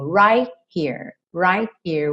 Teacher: Aqui no right here, ele não pronuncia o T mesmo.